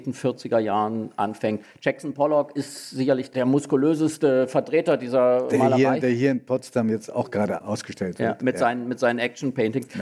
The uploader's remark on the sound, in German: Die Folge ist im Museum Barberini in Potsdam entstanden, wo gerade in der Ausstellung "Die Form der Freiheit" vier großformatige Gemälde von Rothko zu bestaunen sind , ist diese Folge von "Augen zu" entstanden – erstmals vor einem Live-Publikum.